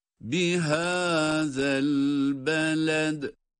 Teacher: Haza kelimesinde peltek okunan zal var. Sonrasında da elbeled kelimesinde de dal harfi kalkale ile okunmakta.